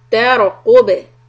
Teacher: So ra is going to be heavy and ba is going to be a qalqala.